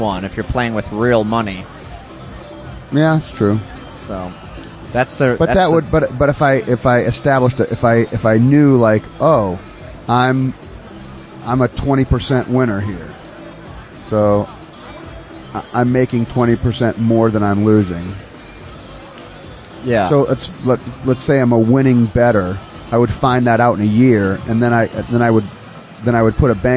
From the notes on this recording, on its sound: Recorded live at CES 41, Friday Jan 27 at Twin River Casino in Cranston, RI.